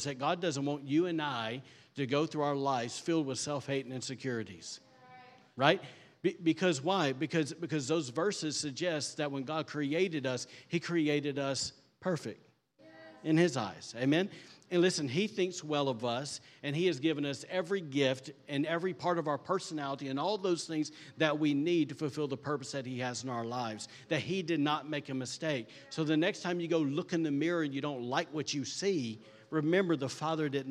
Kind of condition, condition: setting, large echoing room